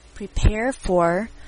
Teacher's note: prepare for 这边连续两个二的声音都要卷舌